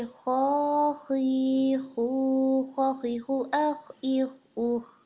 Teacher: ध्यान इस बात का रखना है कि खौ हैवी रहे हर हर हर हालत में, चाहे ज़ेर के साथ है, चाहे ज़बर के साथ है, चाहे पेश के साथ है, या चाहे वो साकिन है उसके ऊपर जज़्म है, तब भी वो जैसे कि अब अख अख ये अख नहीं होना चाहिए, अख अख अख एंड अख दोनों में फ़र्क है ना।